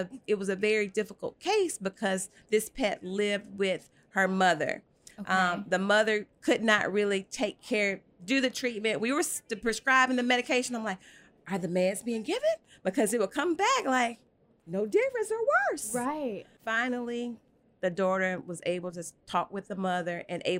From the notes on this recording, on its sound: Recorded in the midst of VMX 2023. Is joined by a group of VMX attendees.